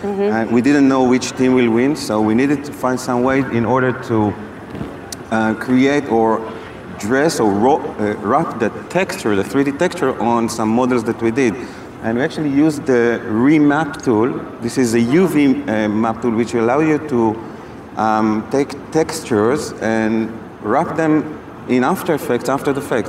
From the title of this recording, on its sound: 2019 #NABShow Live